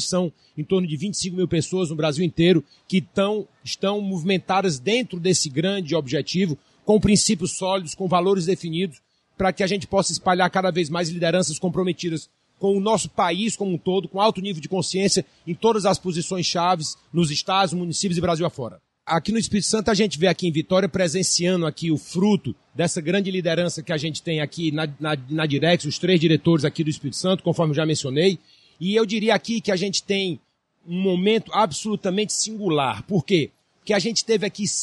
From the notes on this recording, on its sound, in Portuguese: Podcast gravado no evento "Sebrae - Circuito Startup Summit Espírito Santo"